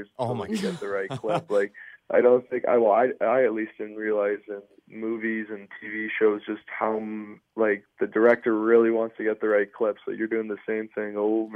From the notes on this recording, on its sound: chat over the phone